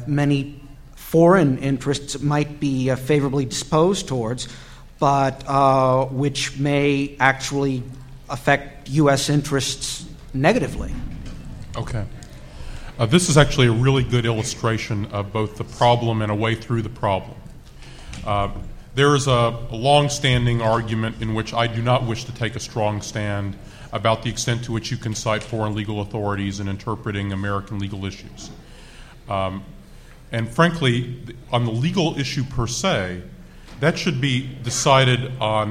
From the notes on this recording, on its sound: The Federalist Society's International & National Security Law Practice Group presented this panel discussion at the 2006 Annual National Lawyers Convention.